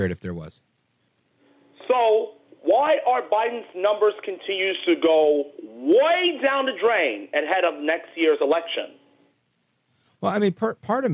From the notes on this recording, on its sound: we take your calls in open phones across America